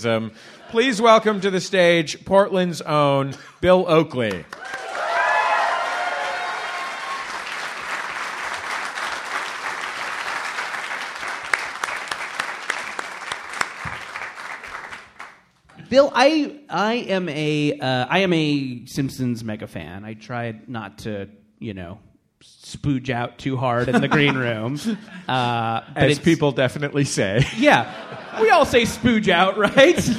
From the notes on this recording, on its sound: Live from Portland, New York, and Boston, it's PART TWO of The Summer Boys of Summer Tour